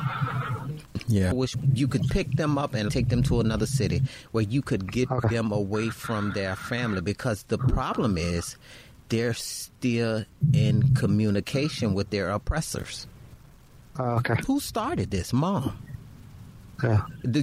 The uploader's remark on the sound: THE PHONE CONVERSATION THAT TURNED INTO A PODCAST